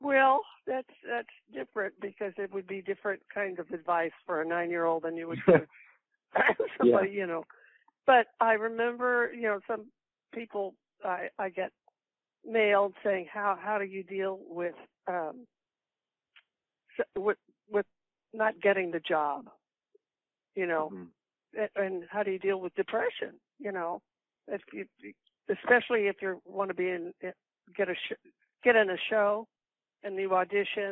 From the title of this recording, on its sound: A Phone Call